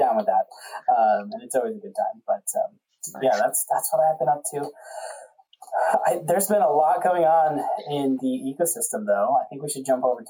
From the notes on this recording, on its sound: NOTE ON AUDIO ISSUES: we had some audio difficulties this episode, these will be fixed in future episodes.